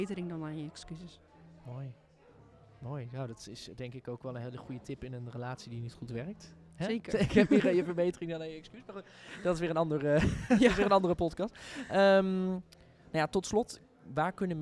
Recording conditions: busy venue